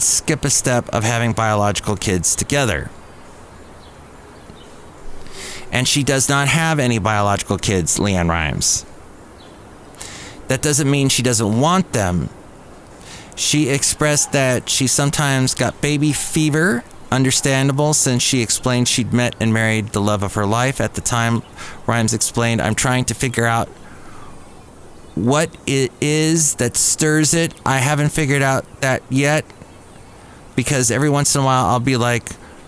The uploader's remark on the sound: podcasts live from Café Anyway